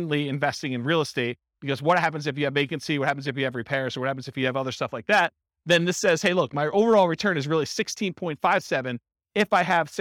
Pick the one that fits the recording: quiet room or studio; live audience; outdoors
live audience